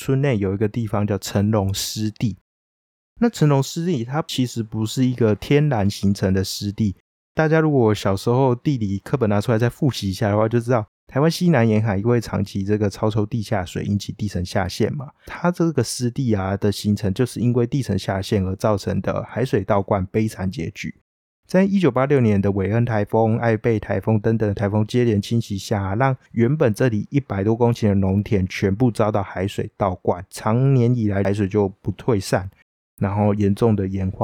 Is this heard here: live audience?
no